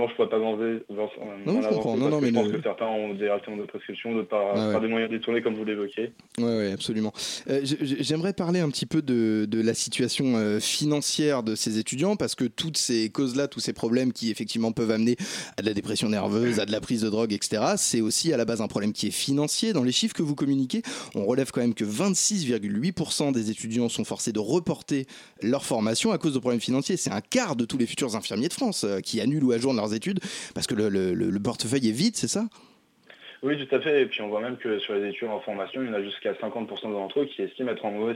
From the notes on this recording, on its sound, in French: répond à nos questions par téléphone.